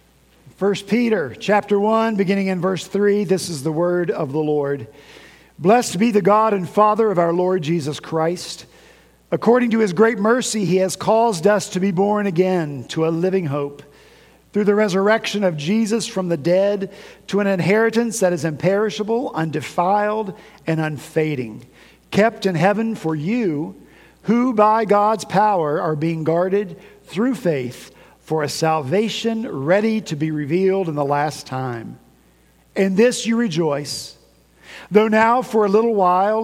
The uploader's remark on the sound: At Redeemer Presbyterian Church in Charleston, SC.